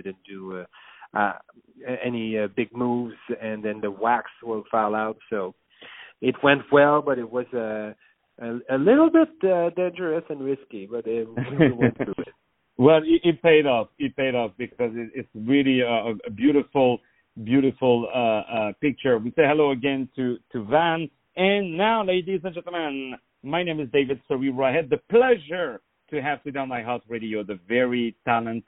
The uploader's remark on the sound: On the phone